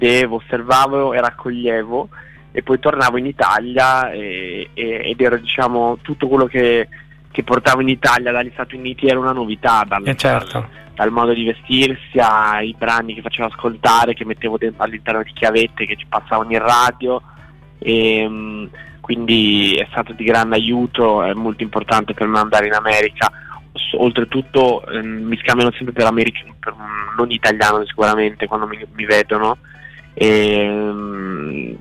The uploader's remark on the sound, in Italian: INTERVISTA TELEFONICA